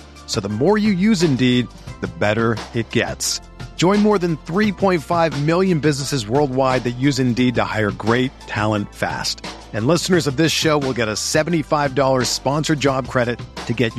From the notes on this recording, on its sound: On this live episode. Joined by a handful of callers.